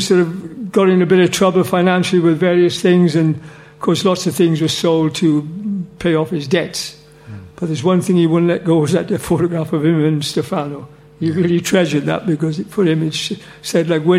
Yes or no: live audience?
yes